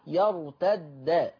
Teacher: حفص قرأها بدال مشددة مفتوحة